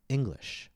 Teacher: For example, when I say the word English, I stress the first syllable, ing. Notice how the vowel in the first syllable is longer and the pitch, the tone, is slightly higher